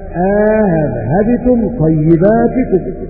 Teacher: يقرأ بتسهيل الهمزة الثانية مع إدخال ألف بين الهمزتين، فيقرأ هكذا: أذهبتم طيباتكم.